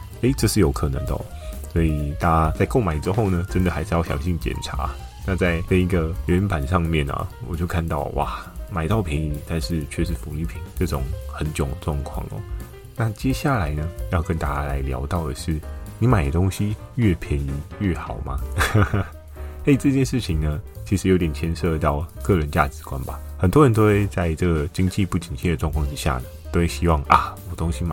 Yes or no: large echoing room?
no